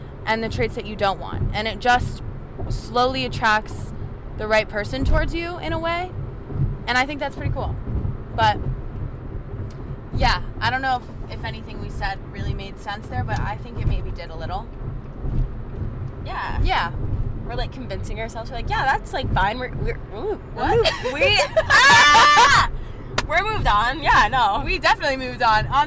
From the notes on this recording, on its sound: this time we’re driving to the airport